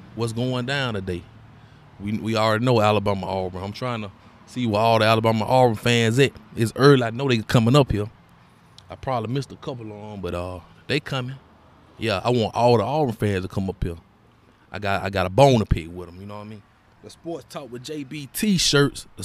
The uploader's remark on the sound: Live sports podcast episode from Exquisite Barber & Style in Montgomery, Alabama.